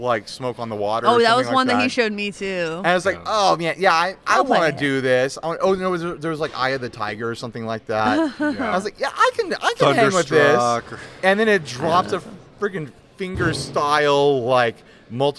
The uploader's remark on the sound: Podcasting at Gear Fest. Casually recorded this episode in the lobby area of Sweetwater.